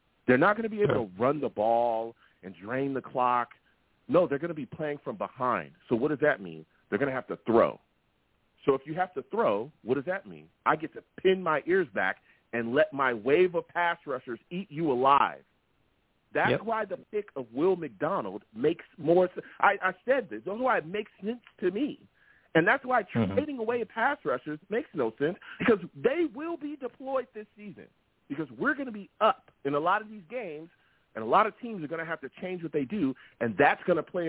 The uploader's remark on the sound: I take live callers!